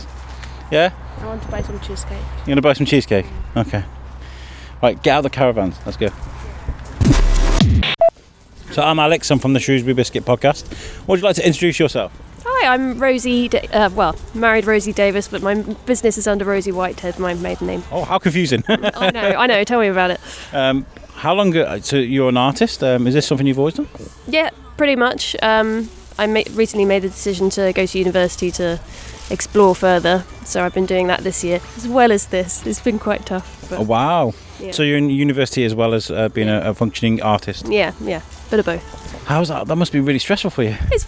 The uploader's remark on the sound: One of the best things for The Biscuit to do is to take a mic to an event and collect conversations with many people about many different things. Took a mic to the Shropshire Handmade & Creative event at Salop Leisure, Shrewsbury. We thought we'd come and take a walk around.